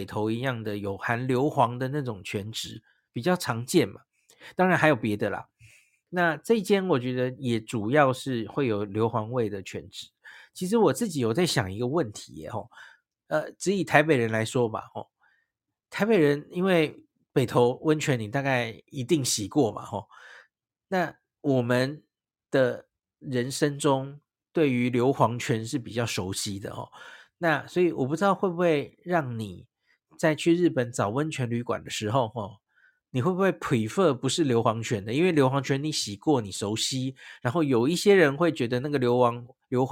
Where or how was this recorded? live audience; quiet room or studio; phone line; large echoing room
quiet room or studio